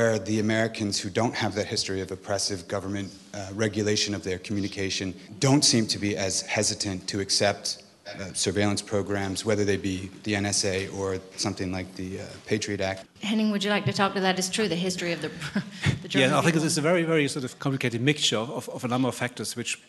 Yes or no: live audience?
yes